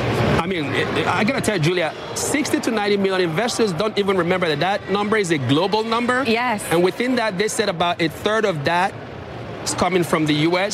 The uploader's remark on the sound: live from the New York Stock Exchange